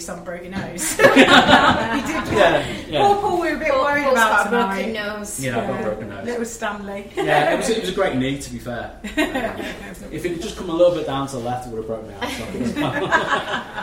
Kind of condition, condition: setting, live audience